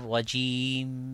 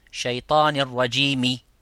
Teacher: on arrête toujours par dire avec le soukoun à la fin de am rajim au lieu de shaytanir rajimi · Shown in: first take · Term: waqf